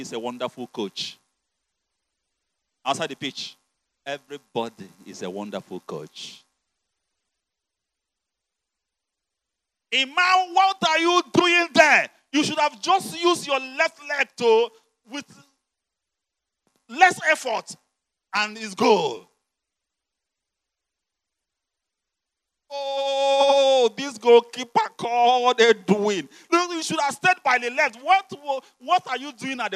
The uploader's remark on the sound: You're listening to the uncompromising word of God preached at the Overcomers Church World Outreach.